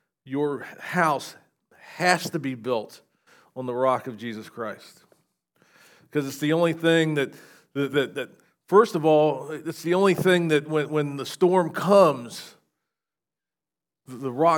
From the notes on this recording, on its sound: SVBC Morning Service. Recorded at Shenandoah Valley Baptist Church on Feb 25, 2024.